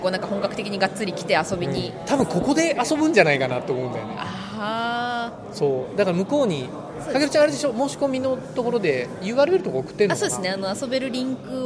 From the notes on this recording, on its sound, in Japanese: 海外ゲームショー遠征スロバキア編。GameDays初日。会場のライブ収録のため、雑音が多く音声が聞こえにくい箇所が多々あります。